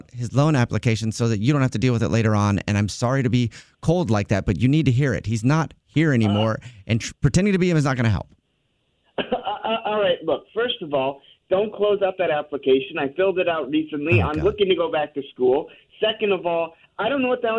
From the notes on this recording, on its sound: Phone Prank